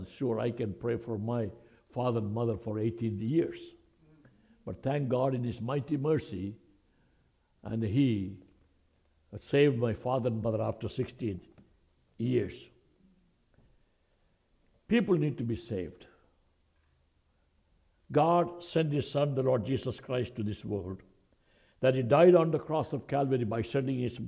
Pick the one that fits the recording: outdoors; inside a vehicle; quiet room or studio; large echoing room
large echoing room